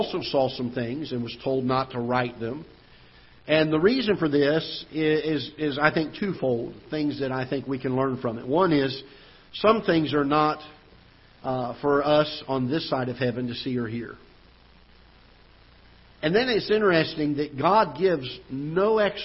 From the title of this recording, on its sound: Ketha Heights Baptist Church ~ Live Broadcast